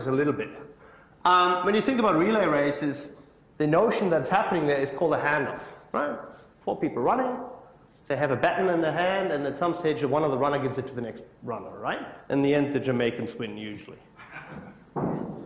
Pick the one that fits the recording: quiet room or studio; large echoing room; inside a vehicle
large echoing room